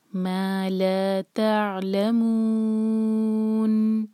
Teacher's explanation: हम मुँह जो है चार हर का खींचेंगे, मा ला तअलमून, और एंड में नून की आवाज़ गायब ना हो, नून को साकिन करके इनफ टाइम देंगे कि नून की आवाज़ सुनाई दे